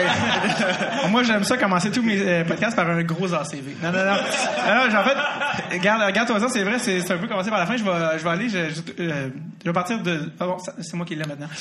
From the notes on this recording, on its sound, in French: On vous présente ici le 2e épisode enregistré devant public en juillet 2017 dans le cadre du Zoofest!